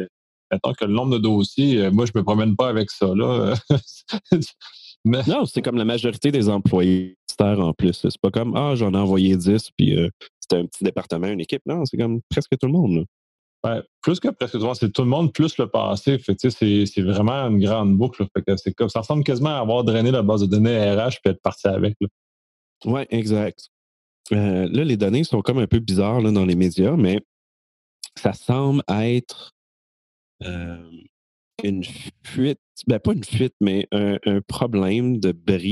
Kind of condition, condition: link, video call